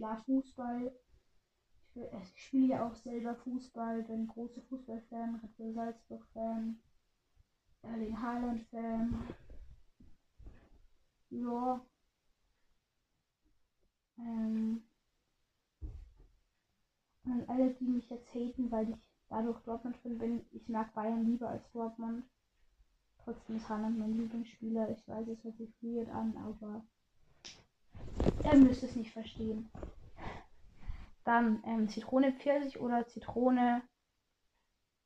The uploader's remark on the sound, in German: Sorry wegen der kack ton Qualität